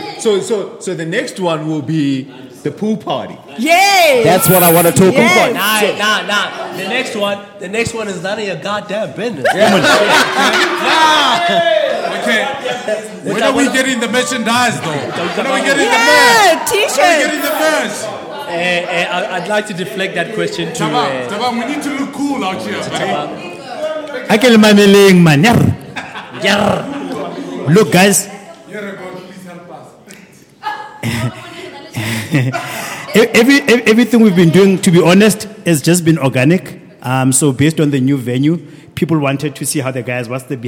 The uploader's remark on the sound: The Dojo had its 1st ever live recording in front of a very special audience. The audience, Friends Of The Dojo as they fondly known, got to participate.